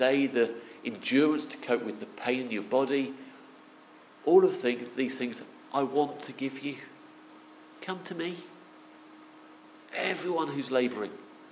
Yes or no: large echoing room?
yes